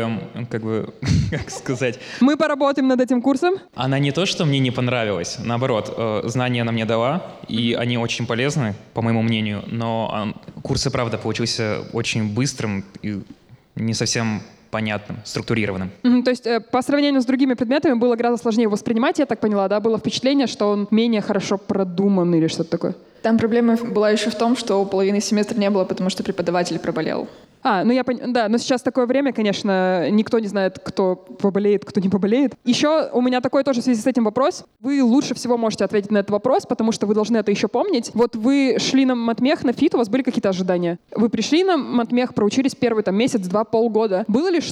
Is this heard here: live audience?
yes